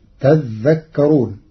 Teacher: قرأ ورش كلمة تذكرون بتشديد الذال فتصير تذكرون، فأصلها تتذكرون فأدغمت التاء في الذال بعد إبدالها ذالا.